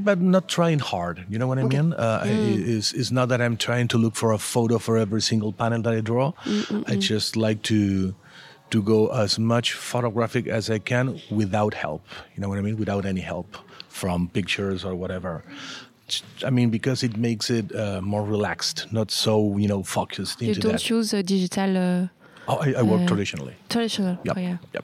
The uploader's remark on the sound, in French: interview au Festival International de la BD d’Angoulême